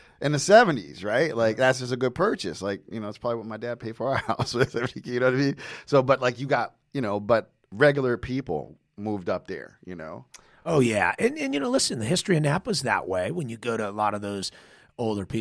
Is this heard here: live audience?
no